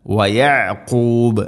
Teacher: യഅഖൂബ് എന്നതിൽ ഐൻ തൊണ്ടയുടെ മധ്യഭാഗം